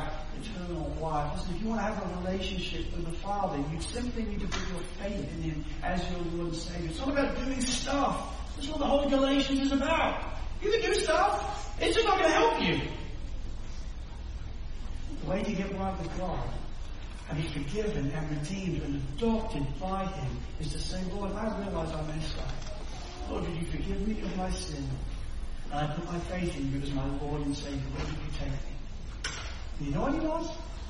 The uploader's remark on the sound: Sermon recording from Sunday 7 May 2023